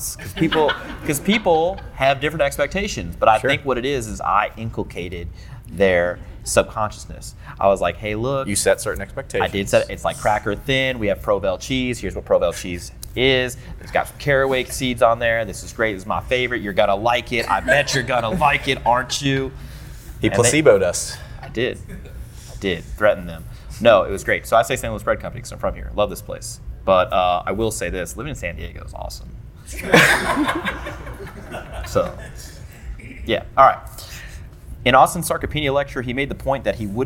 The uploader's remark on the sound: This video was recorded during our September 2019 seminar in St. Louis, MO at Output Performance.